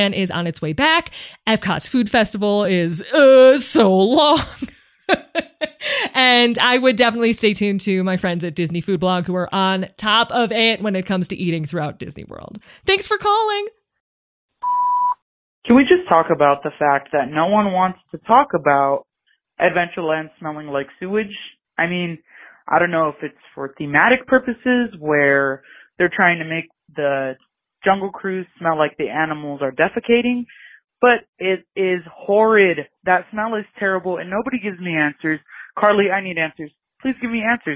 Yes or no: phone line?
yes